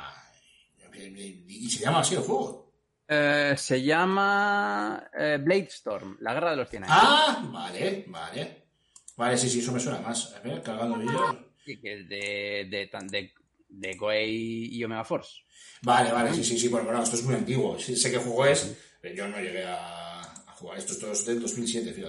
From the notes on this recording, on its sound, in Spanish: Un problema con una de las entradas de audio ha derivado en el eco que puede escucharse durante la reproducción.